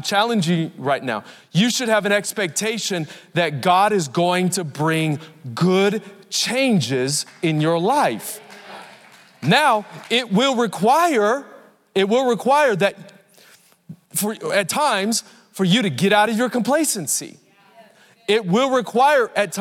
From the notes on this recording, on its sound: Recorded Live at Capital Church in Meridian, Idaho